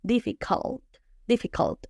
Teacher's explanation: Es una A a medio abrir.